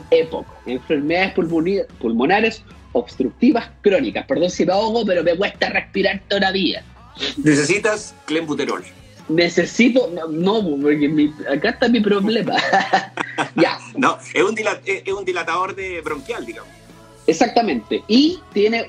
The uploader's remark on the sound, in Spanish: Conversaciones desde instagram